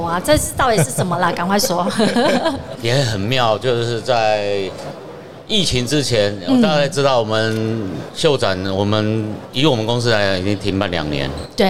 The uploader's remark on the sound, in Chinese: 2022 Taipei Cycle台北國際自行車展-Live Podcast。